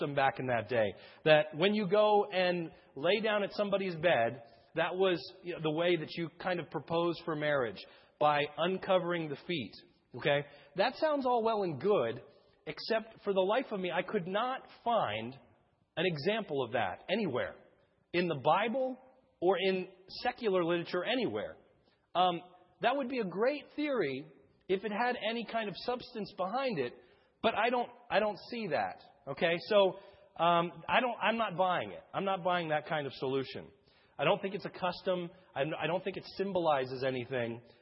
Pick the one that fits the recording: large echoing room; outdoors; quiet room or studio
large echoing room